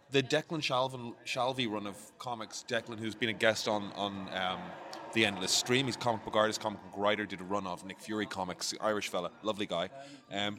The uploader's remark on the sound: Live From The Royal Mile